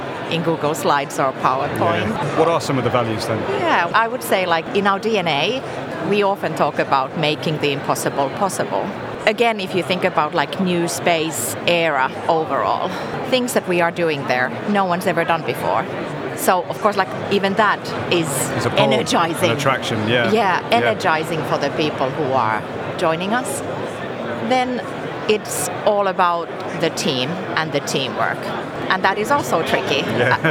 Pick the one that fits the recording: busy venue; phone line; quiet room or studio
busy venue